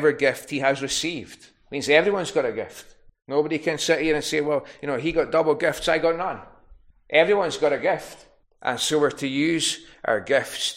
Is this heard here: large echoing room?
yes